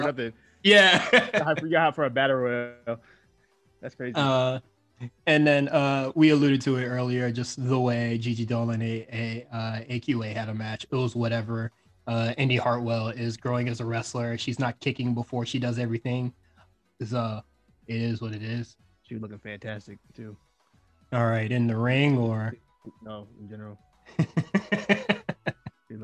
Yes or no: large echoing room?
no